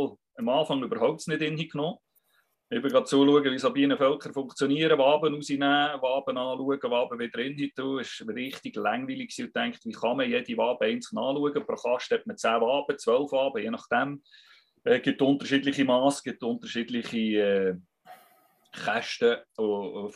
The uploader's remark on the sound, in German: Akustische Aufzeichnung der WebKo (Zoom Meeting)